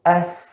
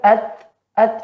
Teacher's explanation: karena pada sa dia bukan huruf yang kuat, tapi huruf yang lemah, rokhawah maka ditempelkan dengan halus bu. · Shown in: first take · As. Kalau dengan halus es mengalir dia.